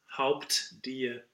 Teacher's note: So we really fully release the T of Haupt. Yes. And then start a D.